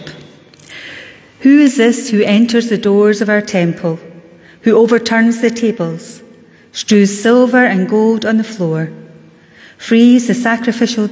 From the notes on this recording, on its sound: Live from The Old Kirk. Our live stream of todays service.